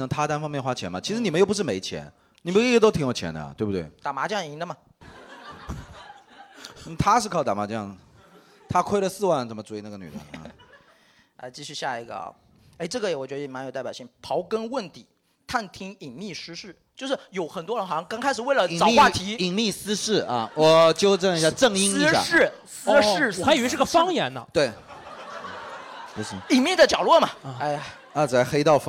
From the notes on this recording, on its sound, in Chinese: 本期现场观众分为两大阵营。